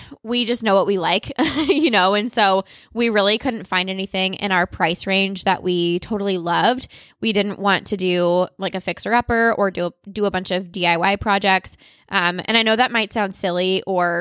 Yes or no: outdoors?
no